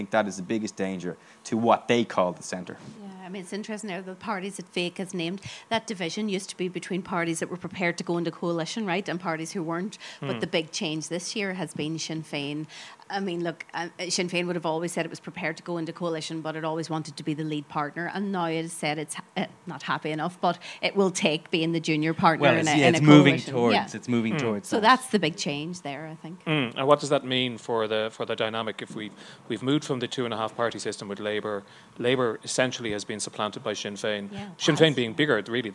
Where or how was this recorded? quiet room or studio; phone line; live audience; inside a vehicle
live audience